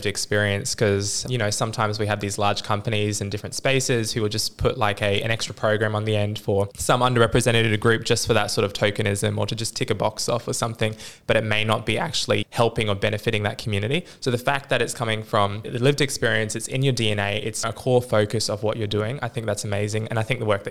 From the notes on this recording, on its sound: This episode was recorded in June 2023 at the Tropical Innovation Festival in Cairns QLD